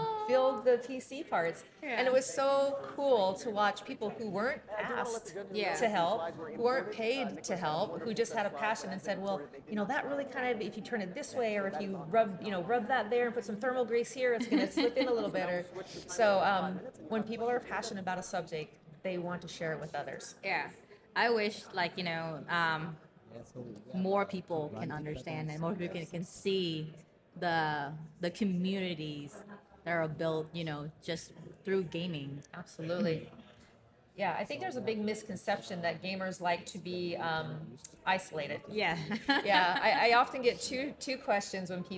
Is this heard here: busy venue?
yes